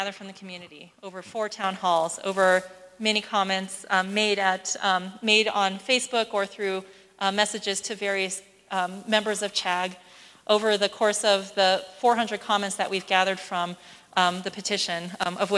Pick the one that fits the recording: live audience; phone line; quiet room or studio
live audience